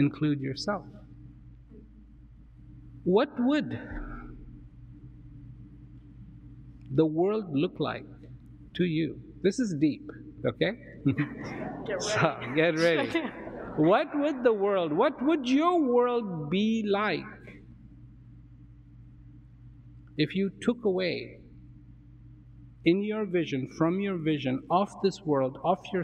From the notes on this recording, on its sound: sits down, live, on stage